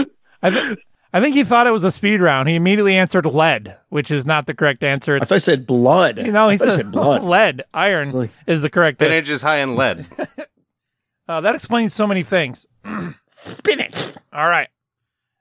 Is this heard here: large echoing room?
no